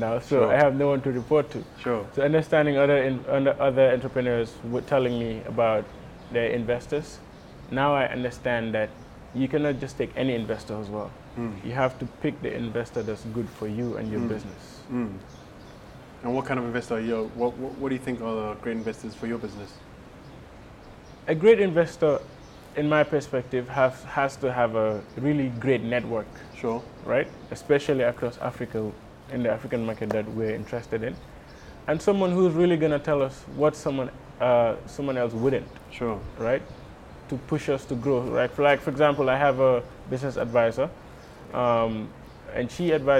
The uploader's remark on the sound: West African Summit Mini Series. Was recorded at the AfricArena West African Summit in June 2021, held at The Raddison Sea Plaza hotel in Dakar. Throughout the conference, I chatted to as many stakeholders as possible.